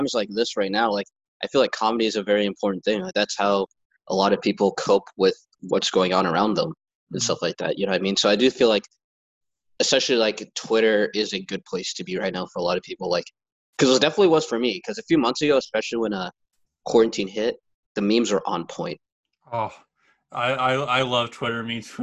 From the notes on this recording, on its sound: sit down on Zoom and have a chat